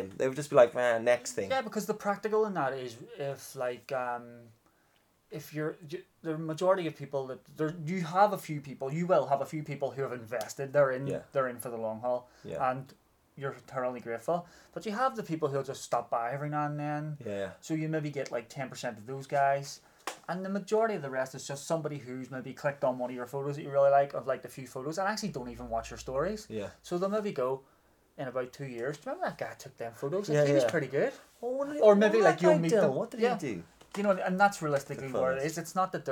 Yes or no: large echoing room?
no